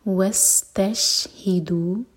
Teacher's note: سین پر وسل والا sound clear آئے اور شین پر ش والی آواز کلیئر آئے